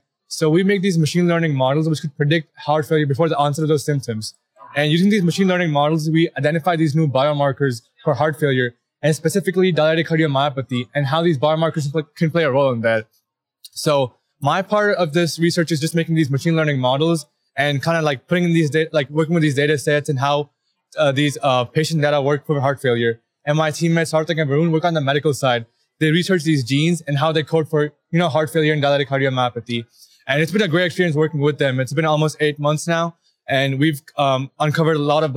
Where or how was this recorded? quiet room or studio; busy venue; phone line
busy venue